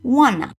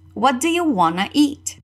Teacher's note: É super comum juntar o want com o to. E aí vai soar como wanna.